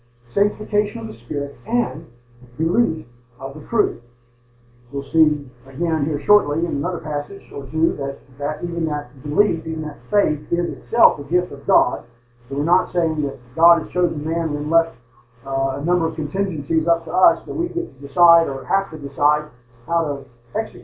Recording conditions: poor sound quality